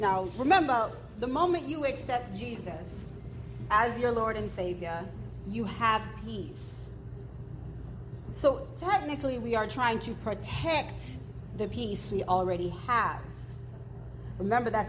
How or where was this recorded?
live audience